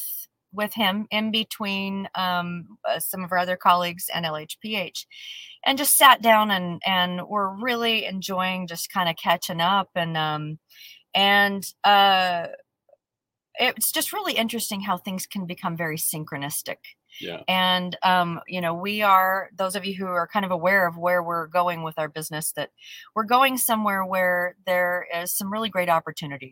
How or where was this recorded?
inside a vehicle